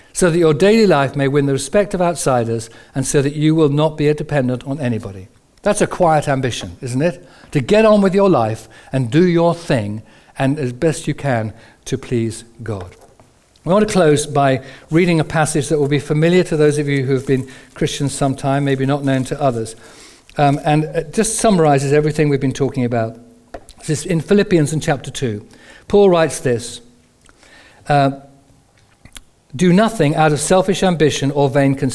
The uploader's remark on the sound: Recorded on 01/11/15 at our Moseley gatherings